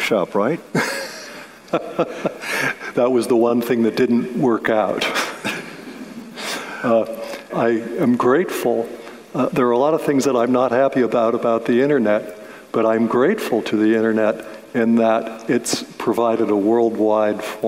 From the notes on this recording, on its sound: a conversation recorded before an audience, live as well as virtual, at the Charleston Literary Festival in November of 2021.